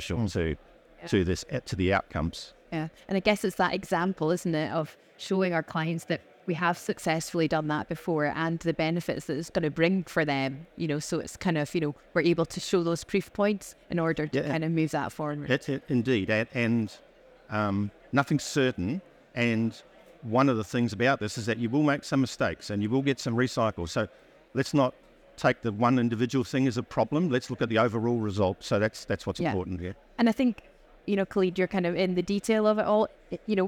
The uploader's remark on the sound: Recorded live at ADIPEC 2023